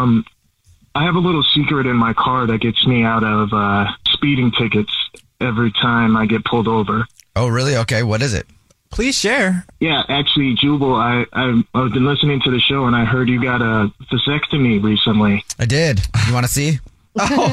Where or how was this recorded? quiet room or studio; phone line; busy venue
phone line